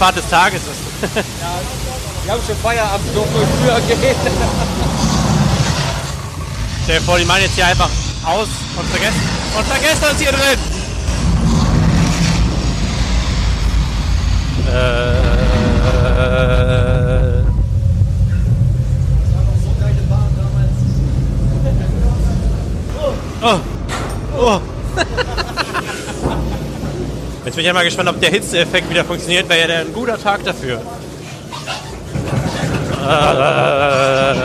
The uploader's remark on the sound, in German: Gemeinsam mit Ride Review reisen wir nach Bottrop in den Movie Park Germany zum Presseevent zum neuen Mack Triple Launch Coaster Star Trek: Operation Enterprise! In der Folge hört ihr nicht nur unsere Ersteindrücke aus erster Hand direkt vor Ort, ein Audio-Onride. Wir nehmen euch auch noch mit durch den Rest des Parks bis hin zum grandiosen Finale im Bermuda Dreieck.